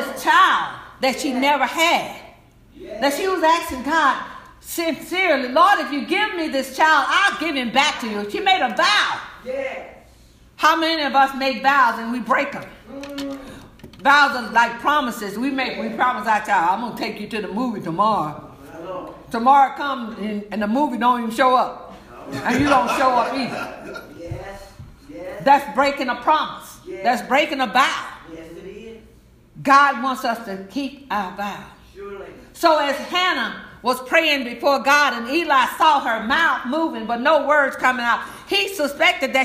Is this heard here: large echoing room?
yes